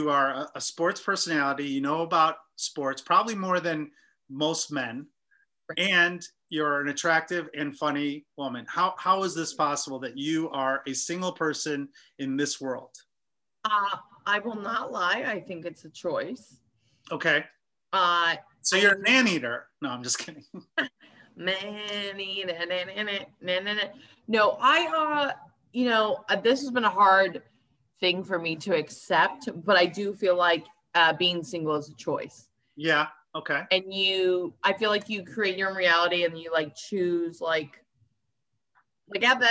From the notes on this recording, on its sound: Via Zoom.